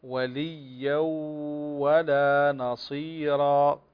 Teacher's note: هنا تنوين وبعده الواو، والواو من حروف الإدغام بغنة